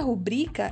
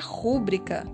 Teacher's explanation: E a sua sílaba tônica é a segunda, ela é uma paroxítona. · Shown in: first take · Muita gente, inclusive, pronuncia rúbrica, como se a sílaba tônica fosse a terceira, proparoxítona.